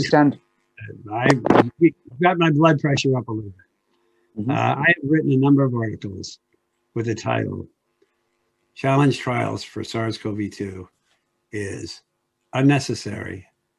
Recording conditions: video call